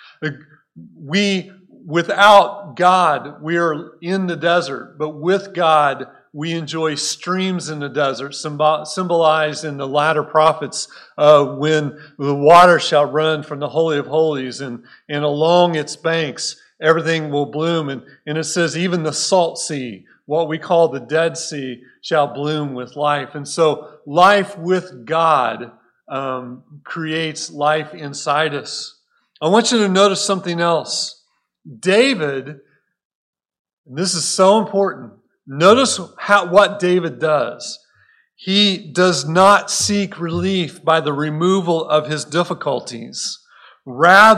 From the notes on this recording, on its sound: Recorded at Cornerstone Church in Mesa, AZ